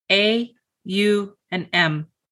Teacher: In Sanskrit, A plus U always combine to form O. A is made in the very beginning of the mouth, at the back of the throat, and U is made at the very end of the mouth, at the lips.